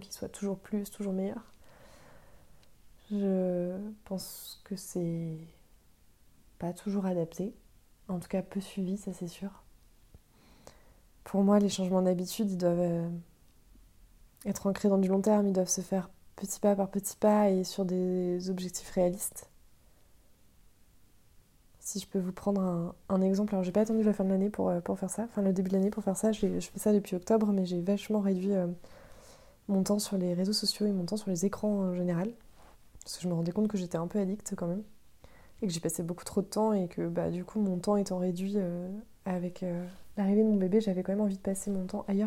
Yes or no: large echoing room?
no